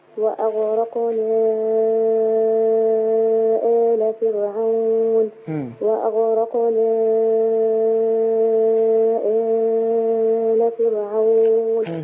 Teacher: إن المنفصل بتاع وأغرقنا ست حركات لا مساس به